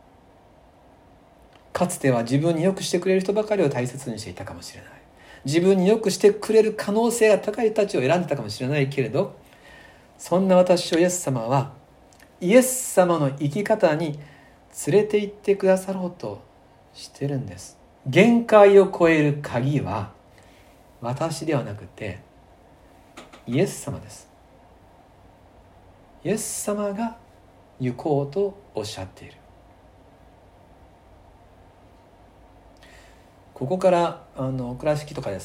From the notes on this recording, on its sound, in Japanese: 2020/11/22吉備教会礼拝メッセージ録音